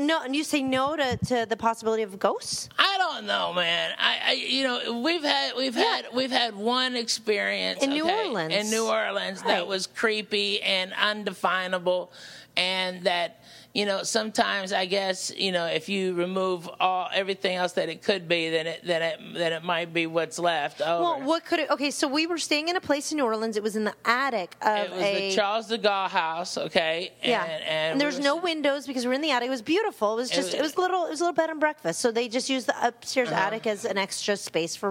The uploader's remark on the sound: Live from Mercy Lounge.